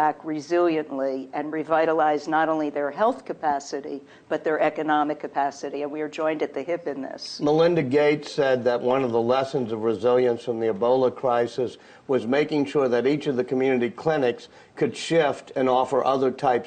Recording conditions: live audience